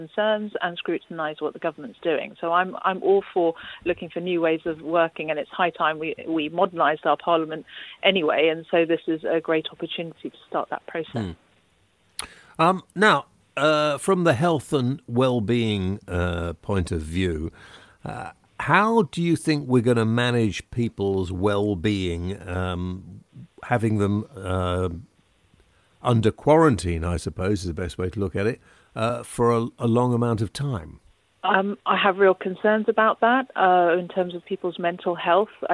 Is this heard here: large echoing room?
no